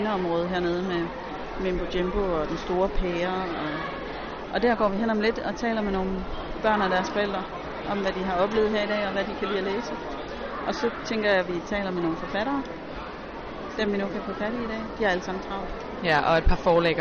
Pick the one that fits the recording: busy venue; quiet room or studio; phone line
busy venue